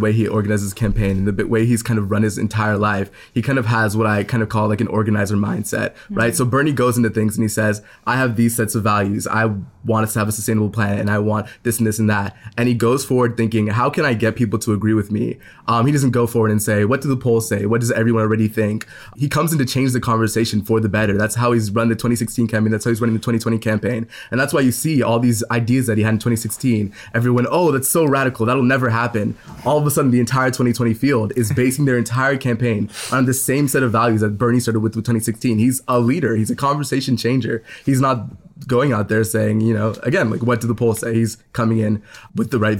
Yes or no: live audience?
no